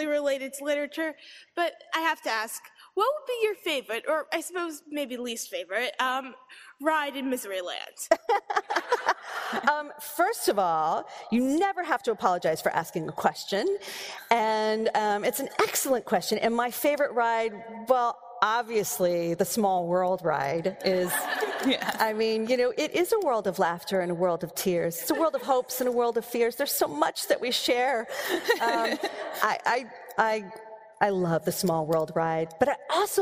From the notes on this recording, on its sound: From the 2015 Boston Book Festival, October 24, 2015.